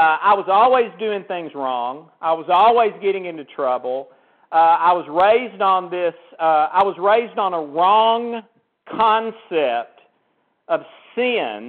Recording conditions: phone line